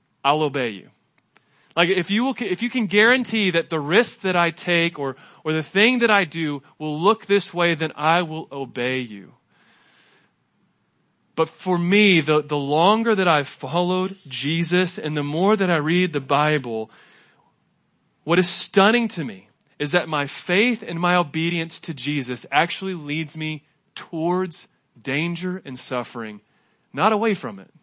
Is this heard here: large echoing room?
yes